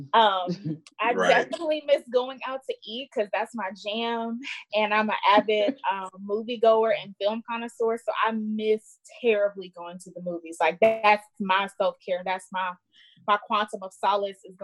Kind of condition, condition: link, video call